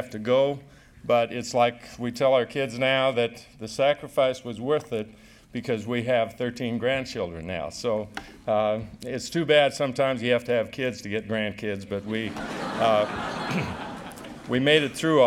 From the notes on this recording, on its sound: recorded at the Academy of Achievement's 2000 gathering in Scottsdale, Arizona